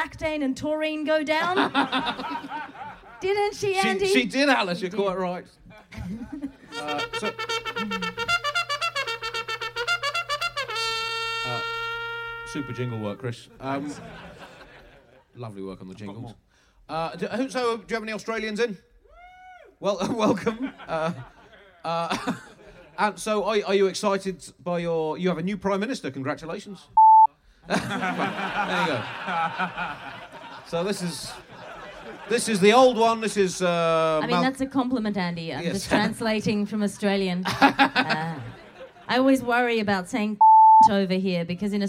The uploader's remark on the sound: Record a Bugle at midnight in the woods. Recorded in front of about 1000 people at the beautiful End Of The Road Festival.